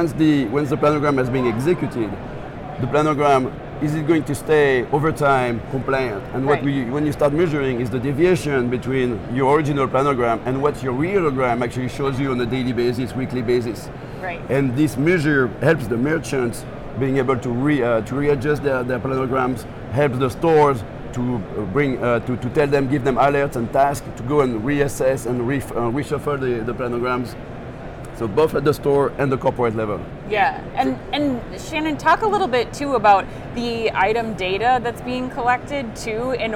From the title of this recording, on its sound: Live From NRF 2024